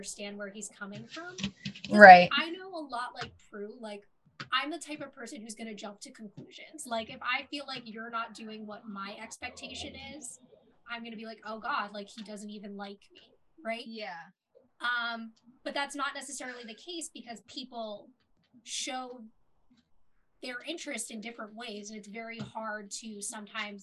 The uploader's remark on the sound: Also, we just got new microphones and the audio is a little wonky in this one.